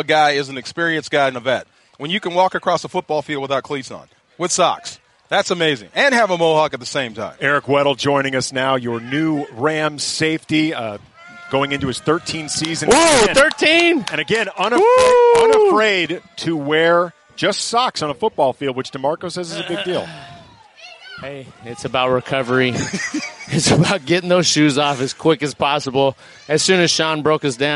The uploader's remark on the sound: live from Rams training camp.